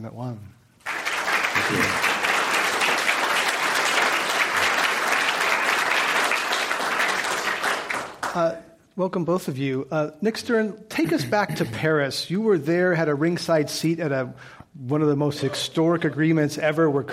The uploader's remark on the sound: A recent Climate One event. This program was recorded in front of a live audience at the Commonwealth Club of California on May 5, 2016.